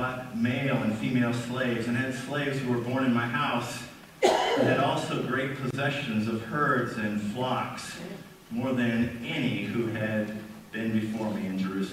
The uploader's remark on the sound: We apologize for the quality of audio as we were having technical difficulties this Sunday.